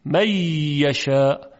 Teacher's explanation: نمیگوییم می یشاء، صفت غنه باقی میماند. و خب طبیعتا این غنه یک مقداری باید امتداد پیدا کنه، طول میکشه، زود نباید رد شیم